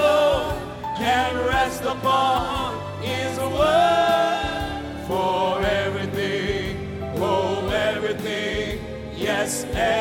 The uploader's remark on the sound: Thanksgiving Service ( Encounter Service ). Preached at The Qodesh.